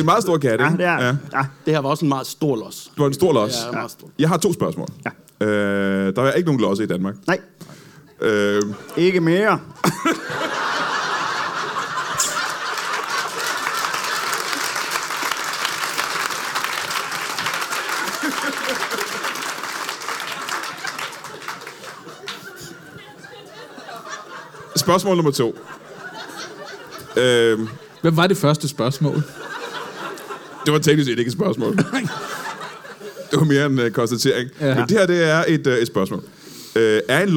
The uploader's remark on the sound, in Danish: LIVE fra Comedy Zoo i Aarhus